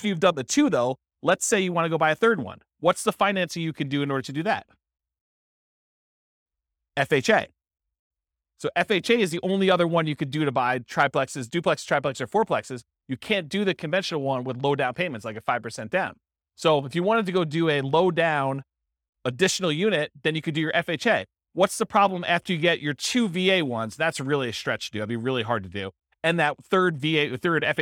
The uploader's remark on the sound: This was a live class recorded